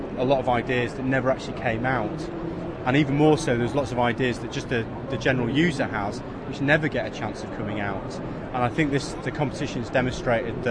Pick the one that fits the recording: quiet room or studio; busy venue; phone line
busy venue